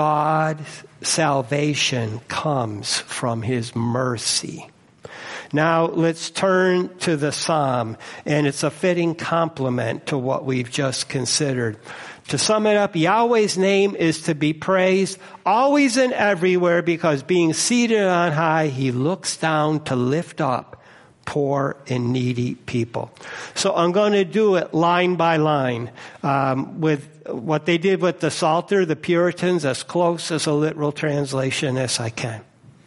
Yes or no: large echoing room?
yes